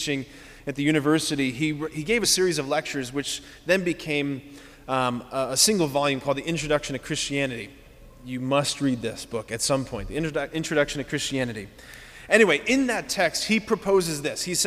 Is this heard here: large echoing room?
yes